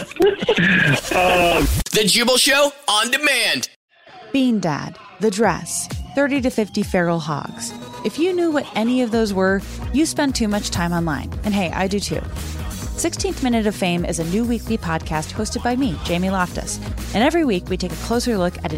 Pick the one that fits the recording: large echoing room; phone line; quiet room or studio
phone line